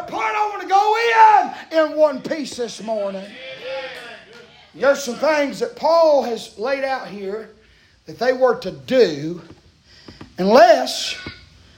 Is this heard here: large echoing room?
yes